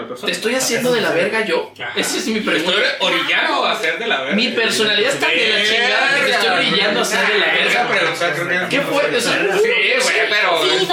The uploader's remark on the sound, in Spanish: Hubo problemas con el audio, perdón